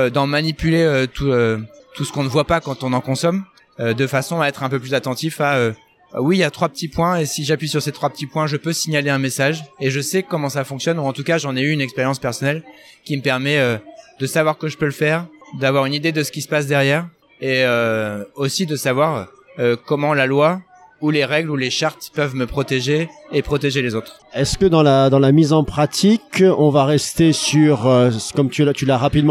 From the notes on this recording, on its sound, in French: épisode enregistré à Educatech Expo